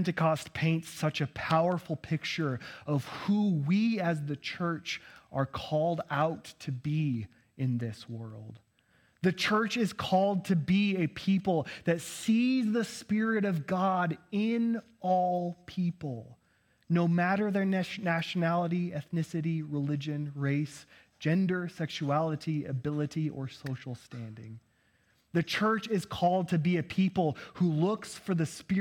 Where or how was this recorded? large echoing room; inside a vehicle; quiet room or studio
large echoing room